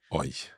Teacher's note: because EU in German is pronounced oi